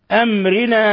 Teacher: في أمرنا مد منفصل يمد من 4 إلى 5 حركات. أمرنا ميم ساكنة جاء بعدها الراء في نفس الكلمة، إظهار شفوي